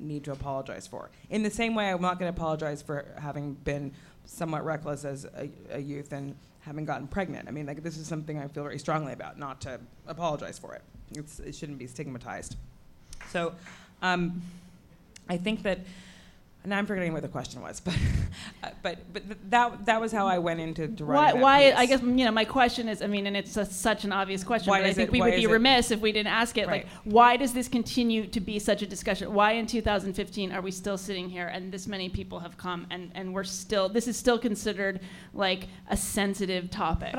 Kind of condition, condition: setting, busy venue